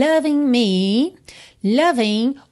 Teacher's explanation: Loving, o G final não é pronunciado